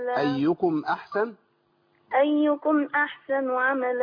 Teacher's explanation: اول ما تلاقي الميم عليها علامه السكون يبقى الميم دي لازم تبان وما فيهاش زمن غنى طويل · Term: مظهرة